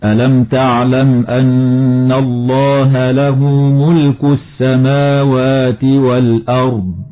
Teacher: تظهر لام التعريف لوقوعها قبل همزة القطع، وتفخم الراء وصلا ووقفا لسكونها بعد فتحة